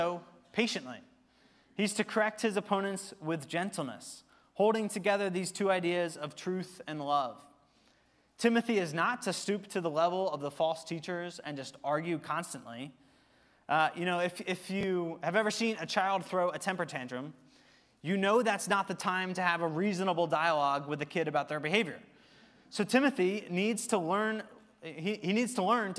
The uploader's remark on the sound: Recorded service from October 15, 2023.